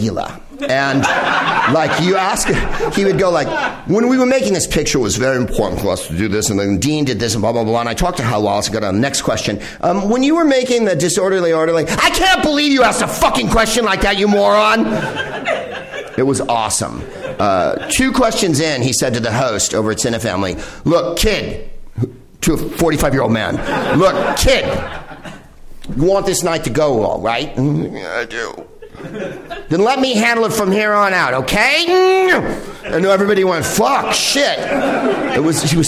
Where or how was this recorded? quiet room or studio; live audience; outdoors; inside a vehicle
live audience